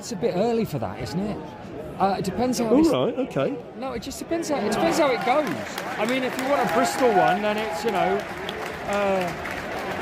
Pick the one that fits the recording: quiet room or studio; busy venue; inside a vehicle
busy venue